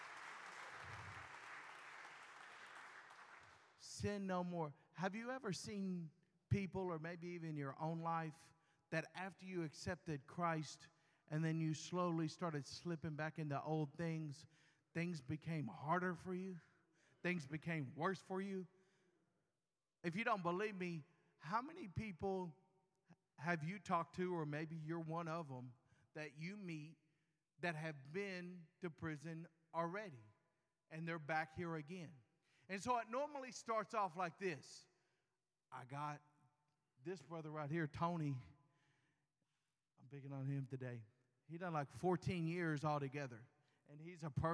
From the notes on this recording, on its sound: LIVE PRISON SERVICE FROM THE WYNNE UNIT. WITH 300 MEN HEARING THE GOSPEL.